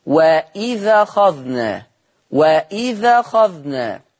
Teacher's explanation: هينقل حركة الهمز للذال فتصير وإذا أخذنا وإذا أخذنا. · Term: النقل